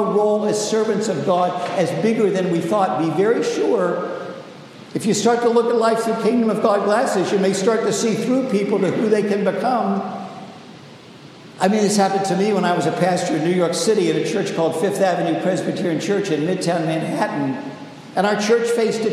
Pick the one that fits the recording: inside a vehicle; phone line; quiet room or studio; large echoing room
large echoing room